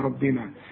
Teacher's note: الراء مدام مفتوحة مفخمة